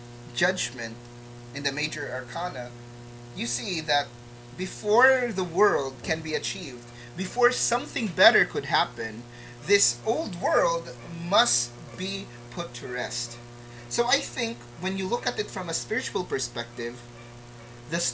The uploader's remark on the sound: Apologies in advance for the audio static.